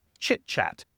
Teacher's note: make sure that you pronounce it like a CH and not like an SH at the beginning. Extremely important, especially for Spanish speakers.